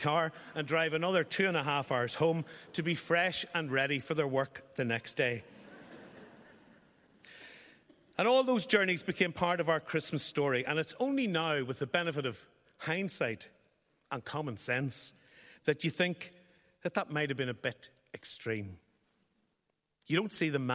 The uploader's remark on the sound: all recorded at the National Concert Hall